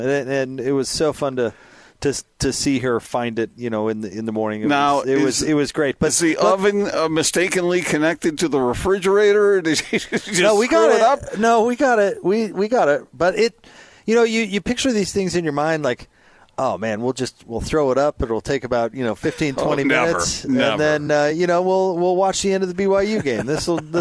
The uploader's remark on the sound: LIVE at The Warehouse